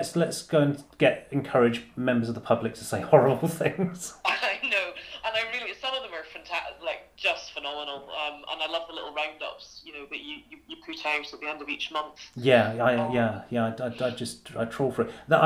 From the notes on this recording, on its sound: Obviously if I was ever to do this again I would get a chair that wasn’t so f*****g squeaky and try and do something about the dog tearing about the house but it is what it is: one microphone, a phone on speakerphone and me pressing pause.